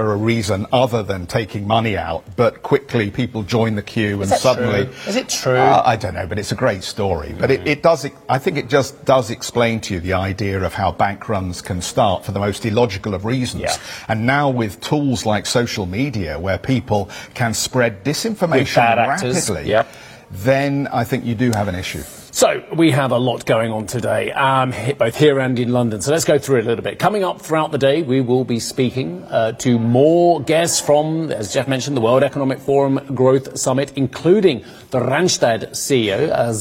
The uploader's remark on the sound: We are live at the WEF Growth Forum in Geneva